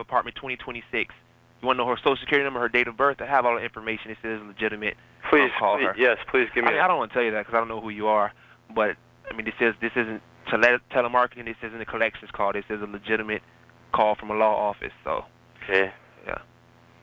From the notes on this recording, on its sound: Prank Phone Calls